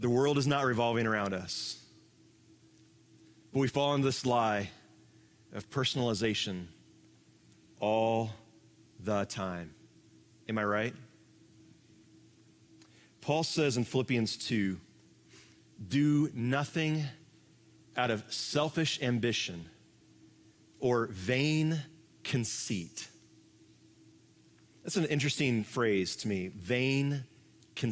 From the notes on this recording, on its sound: Live from our Celebration Ministry Center